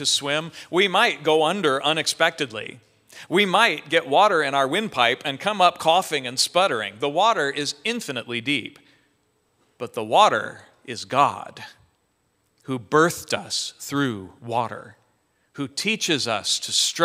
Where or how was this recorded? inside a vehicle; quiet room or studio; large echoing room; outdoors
large echoing room